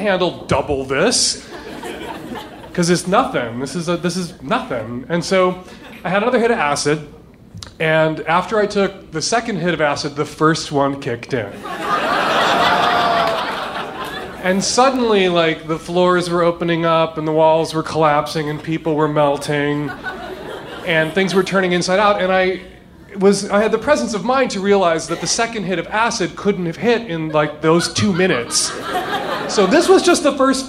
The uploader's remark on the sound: Live From Seattle 2!